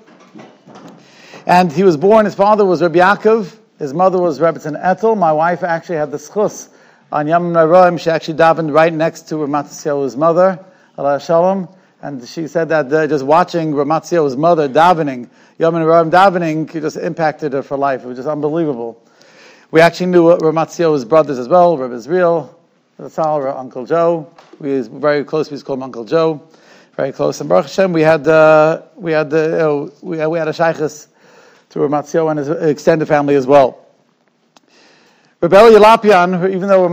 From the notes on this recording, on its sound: Shiur recorded in Yeshivas Ohr Reuven, Monsey, NY.